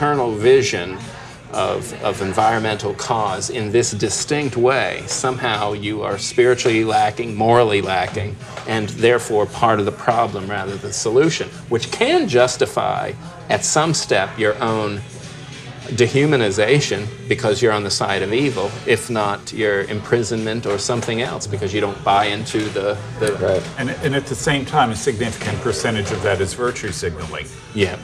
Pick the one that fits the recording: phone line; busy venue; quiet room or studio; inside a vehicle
busy venue